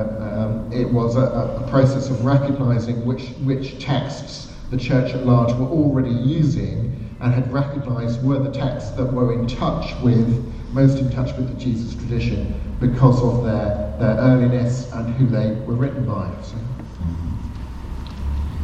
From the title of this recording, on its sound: Questions Panel at Highfield Church